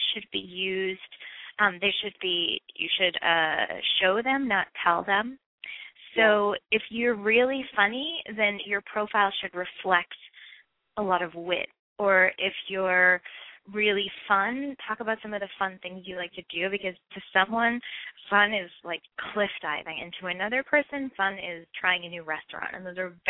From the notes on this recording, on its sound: Call-in